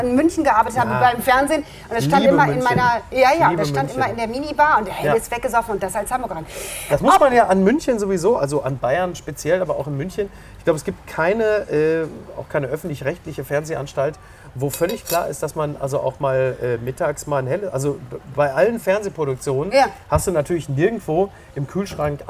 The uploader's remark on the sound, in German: in einem Tretboot-Schwan auf der Hamburger Alster